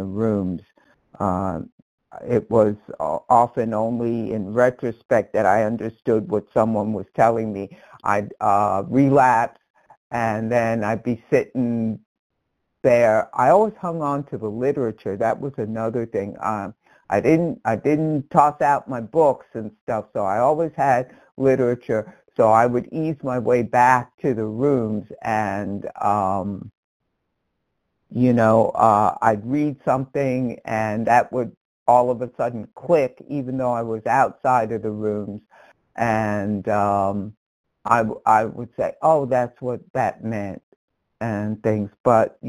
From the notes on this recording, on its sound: 100 Pounders Phone Meeting